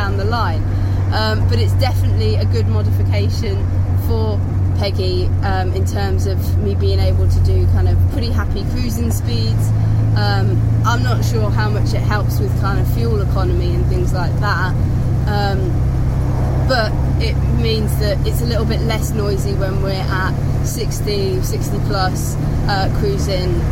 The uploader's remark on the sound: all recorded from my 1968 Morris Minor, Peggy.